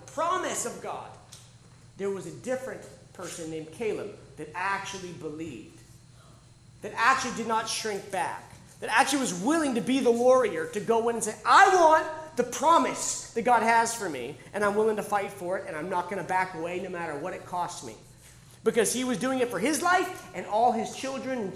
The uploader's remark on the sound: The Warrior (Live Sessions from Camp R.A.W.) This was originally recorded live at The School of Warrior Arts annual Camp R.A.W.